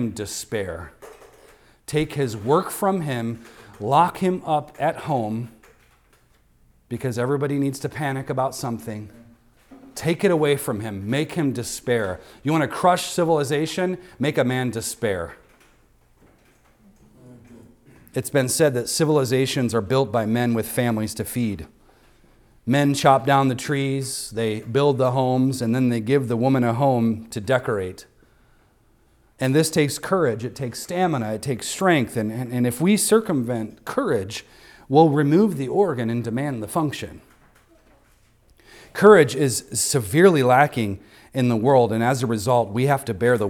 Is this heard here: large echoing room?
yes